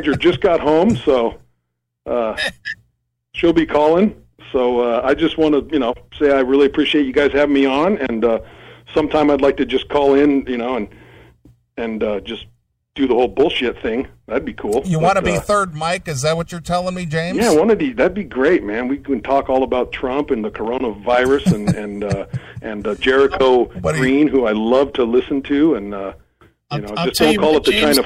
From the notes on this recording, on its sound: called